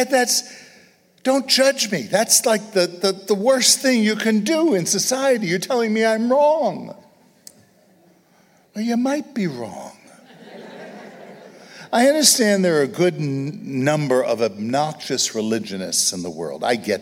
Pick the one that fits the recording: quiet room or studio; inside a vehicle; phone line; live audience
live audience